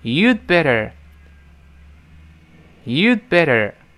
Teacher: Better，读快了要浊化，都是 better · 首先顶住憋下气，再读 better